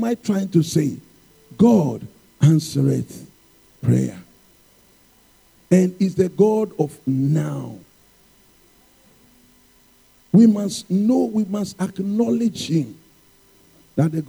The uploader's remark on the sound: Sermon preached at CBC Adabraka Campus